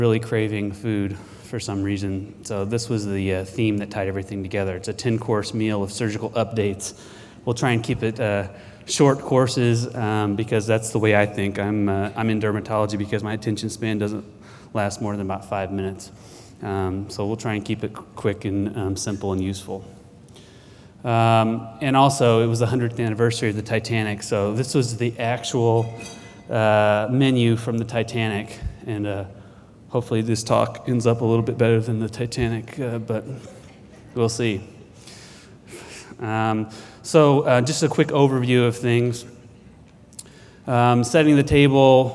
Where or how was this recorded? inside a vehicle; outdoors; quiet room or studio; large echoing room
large echoing room